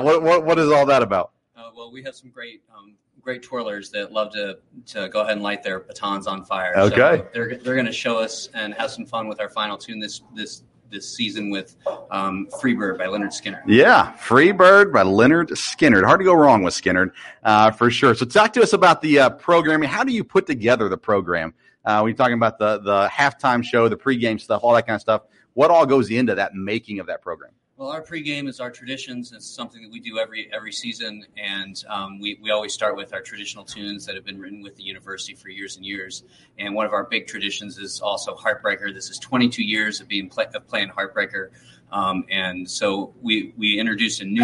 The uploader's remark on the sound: LIVE EKU Football Tailgate Show from Mad Mushroom Pizza